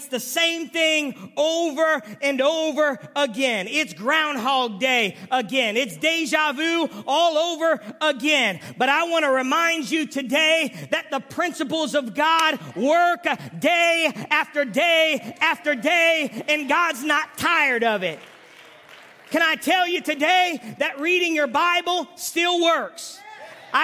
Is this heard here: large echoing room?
yes